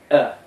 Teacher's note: حرف صامت يلفظ بحبس الهواء خلف أوتار الصوت في الحنجرة، ثم فتح الأوتار عن بعضها لينفجر الصوت منها · Term: الهمزة